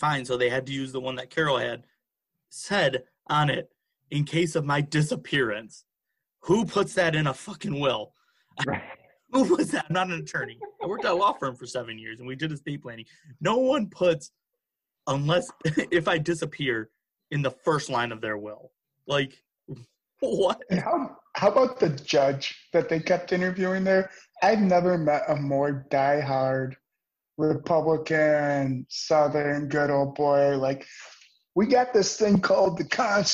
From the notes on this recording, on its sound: all done virtually through Zoom!